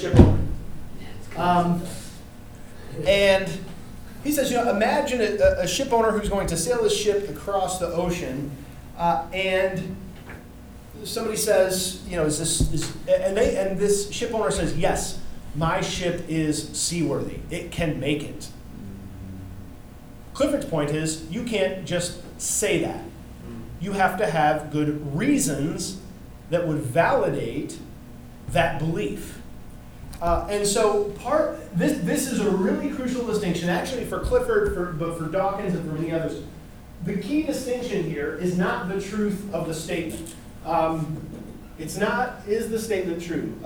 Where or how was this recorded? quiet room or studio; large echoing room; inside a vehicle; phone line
large echoing room